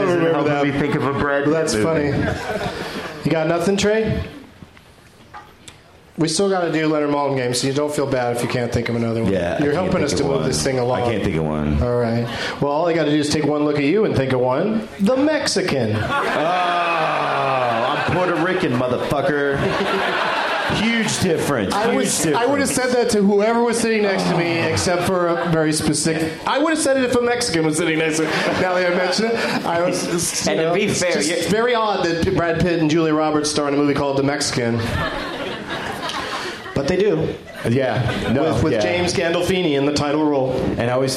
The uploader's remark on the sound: Live from Cap City Comedy Club in Austin